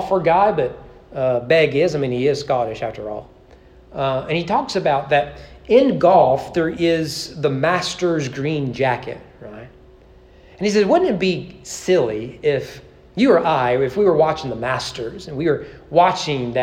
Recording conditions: large echoing room